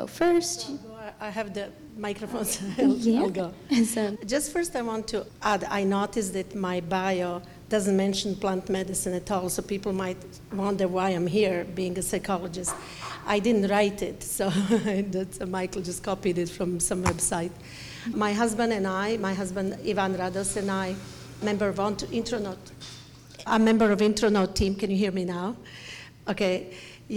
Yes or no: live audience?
yes